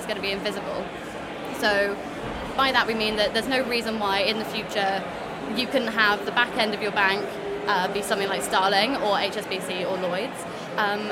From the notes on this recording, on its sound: Unbound live special. In July we were delighted to attend the fantastic Unbound Live event at the Old Truman Brewery in London. The bustling venue showed us the best of UK innovation in tech – we had some great chats too.